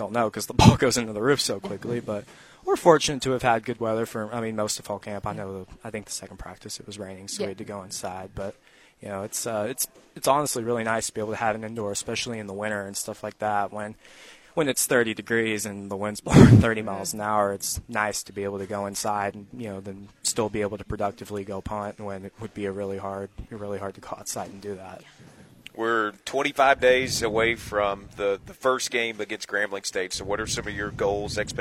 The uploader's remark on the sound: Live from A-State Football Media Days.